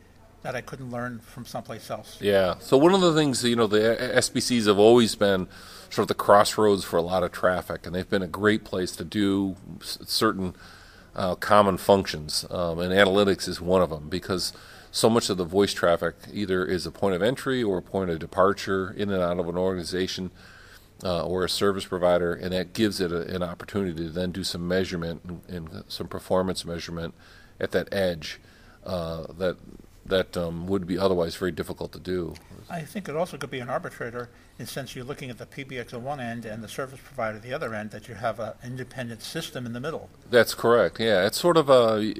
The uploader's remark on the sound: At ITEXPO 2018 we recorded a podcast with Telecom Reseller